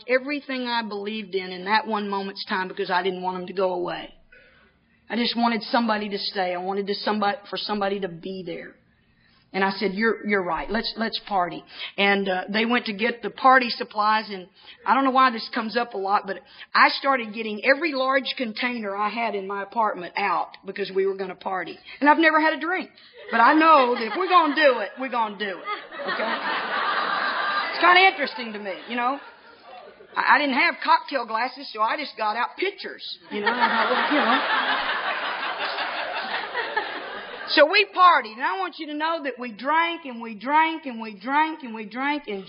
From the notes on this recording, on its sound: speaking at the eighth annual Cornhusker Roundup in 2005